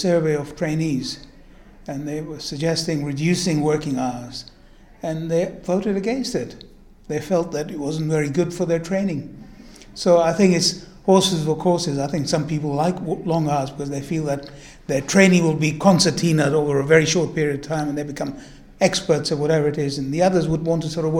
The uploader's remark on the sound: spoke at the 2023 PCCS conference in Edinburgh